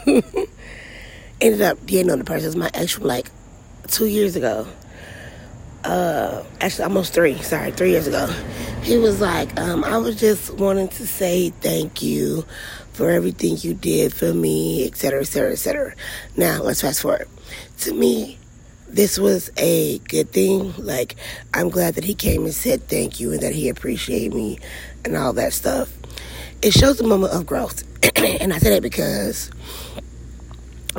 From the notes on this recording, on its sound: Just outside at the end of the driveway having a little me time.